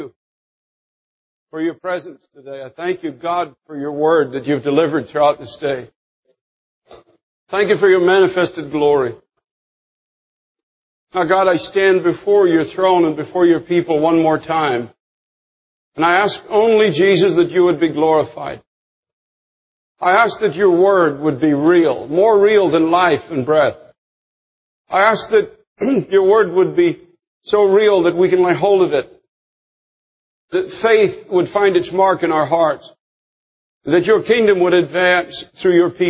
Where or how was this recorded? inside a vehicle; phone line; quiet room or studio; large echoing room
large echoing room